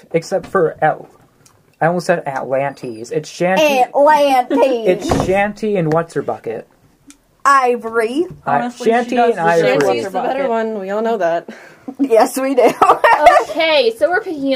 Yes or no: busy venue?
no